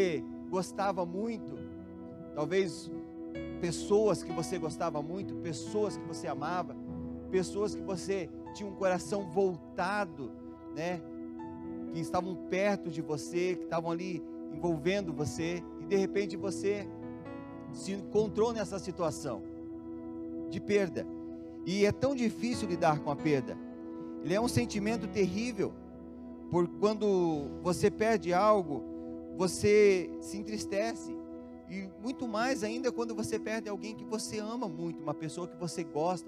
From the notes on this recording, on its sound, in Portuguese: Em nosso Culto de Noite de Glória. Na Igreja ABA Curitiba (Transmitido ao vivo).